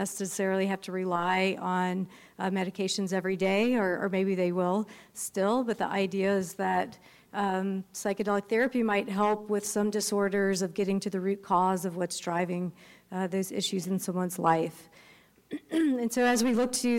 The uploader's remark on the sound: Psychedelic Medicine x Design Pop Up at Stanford University d.school. Featuring a panel conversation. I recently co-hosted this live event at the Stanford University Hasso Plattner Institute of Design aka the dschool.